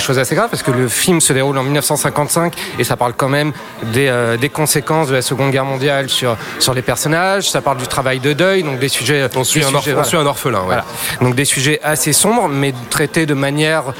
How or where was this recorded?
busy venue